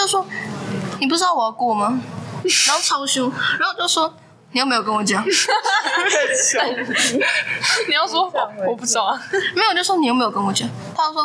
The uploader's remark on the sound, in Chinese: 第一次錄音有一點收音問題